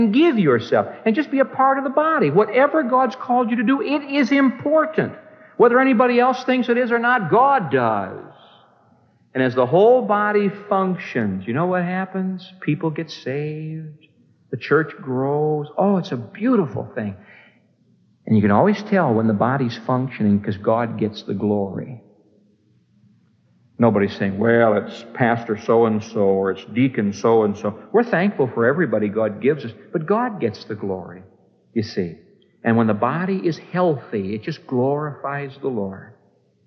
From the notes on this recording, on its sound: This message was preached on May 4, 1975, at the Moody Church in Chicago, IL